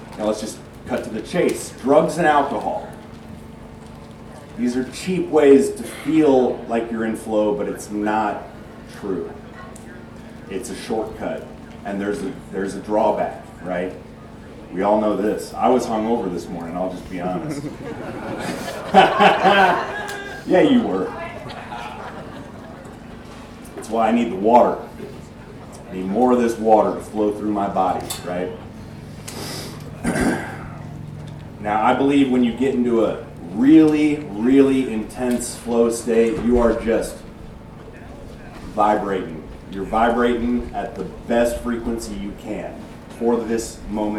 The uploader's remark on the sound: I bring you another episode from Camden, Tennessee at the Self-Reliance Festival. This time, I was a speaker as well as a participant, getting more involved with the festival than previously.